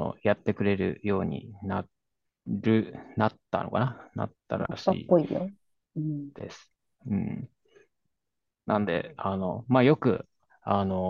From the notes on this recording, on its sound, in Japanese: zoomを使って録音しています。